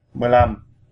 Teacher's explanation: when you're saying 15, 25, 35, or any of the numbers with 5 in them, you say LAM lam instead of nam. But when you say 5 all by itself, you just say nam.